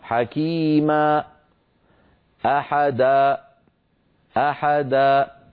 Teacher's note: سمعتم همزة، هذه الهمزة سببها قفل الوترين الصوتيين. فعلينا ألا نقفلهما ونترك بينهما مجالا لمرور الصوت والهواء.